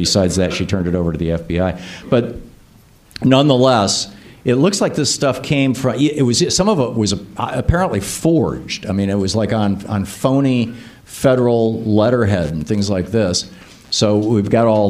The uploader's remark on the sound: From a live studio audience in Chicago.